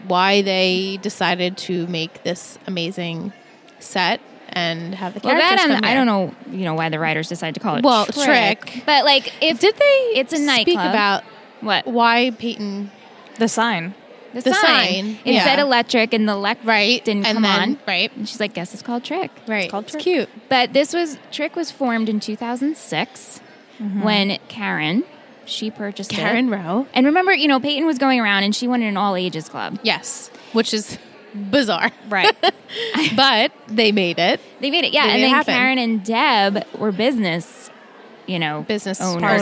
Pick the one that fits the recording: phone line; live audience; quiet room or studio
live audience